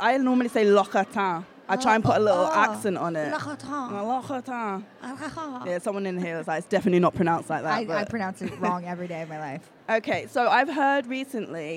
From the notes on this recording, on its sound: Live at the Curve Fashion Festival 2019. We headed to the Curve Fashion Festival in Liverpool, England.